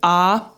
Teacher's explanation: So you start at the back of the throat, the base of the throat, with the ah